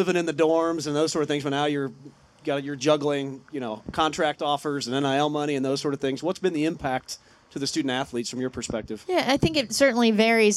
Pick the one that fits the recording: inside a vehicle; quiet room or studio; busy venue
busy venue